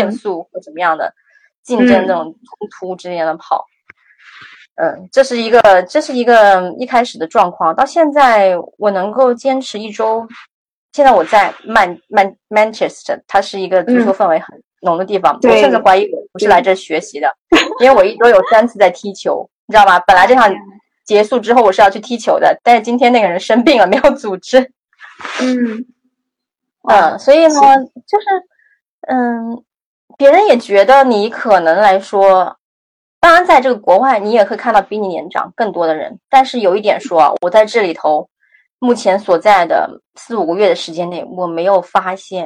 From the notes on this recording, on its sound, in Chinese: 采访了远在英国的一位“传奇”女子，所以环境里会有点杂音和回声。